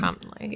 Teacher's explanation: So it's one of those awkward words that you know there's a T there, but we don't really pronounce it, but we kind of have a bumper there that we stop promptly. So the T doesn't really come out, but there's a stop there.